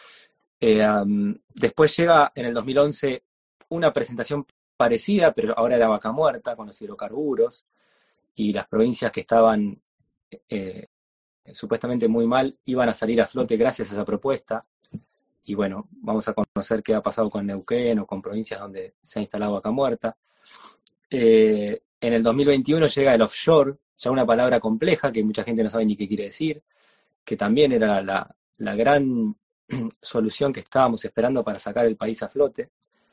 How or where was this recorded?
video call